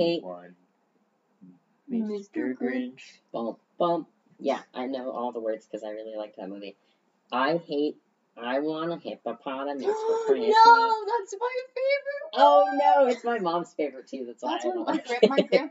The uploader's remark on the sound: Sorry about the audio on this one folks, we're still working on our set-up for recording with another person.